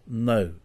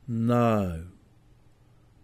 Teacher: It is sometimes mispronounced with a short a, as no. · Shown in: first take